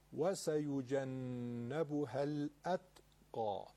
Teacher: حرف تا تکون نخوره، قلقله نگیره، ولی صداش باید به گوش شنونده برسه